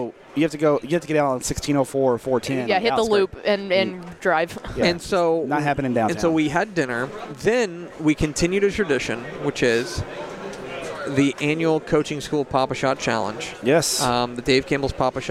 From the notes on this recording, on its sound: Live (on tape) from the THSCA Coaching School and Convention in San Antonio